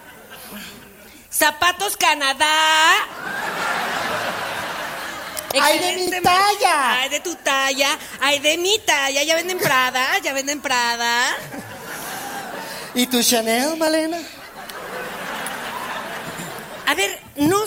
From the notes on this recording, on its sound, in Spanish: LAS MAMÁS MEXICANAS EN VIVO. En un en vivo grabado de locura.